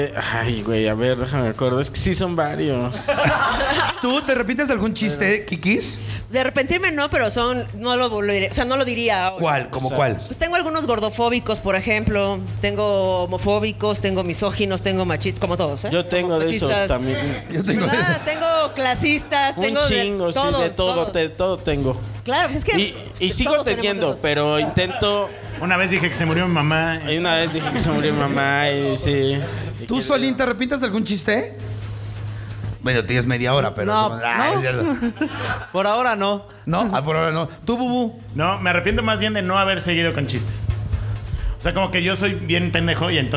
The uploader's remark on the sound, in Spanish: EN VIVO DESDE LA CAJA POPULAR